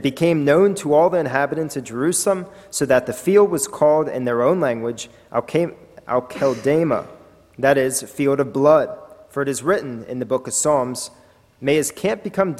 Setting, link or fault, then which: setting, large echoing room